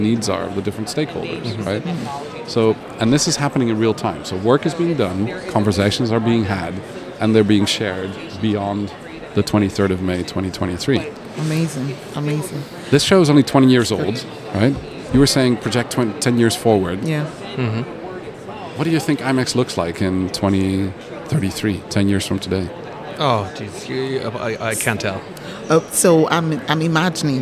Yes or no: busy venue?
yes